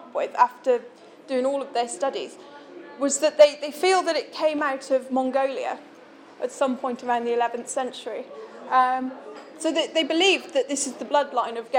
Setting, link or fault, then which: setting, busy venue